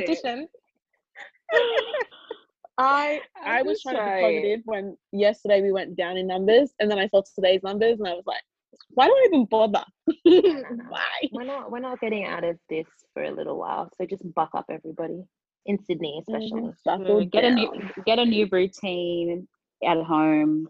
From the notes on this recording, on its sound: As Sydney remains in lockdown we bring you another zoom version of the podcast express episode.